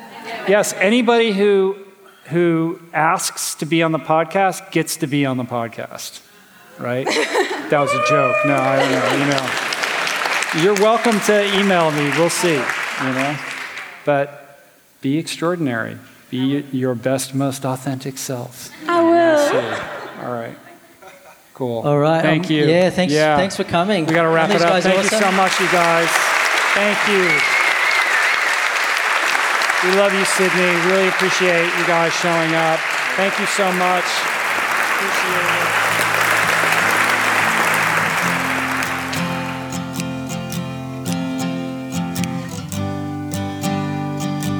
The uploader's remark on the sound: Q&A session from our recent Plantpower Way event at Paddington Town Hall in Sydney, Australia